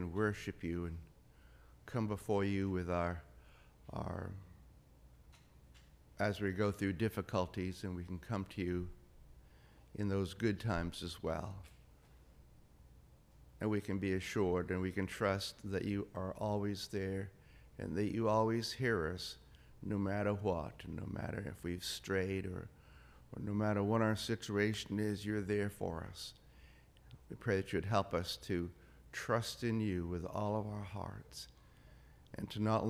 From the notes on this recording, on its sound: This is the audio from the entire service